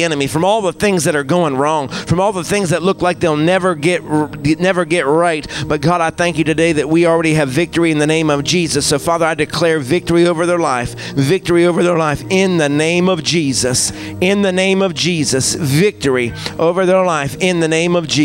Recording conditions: large echoing room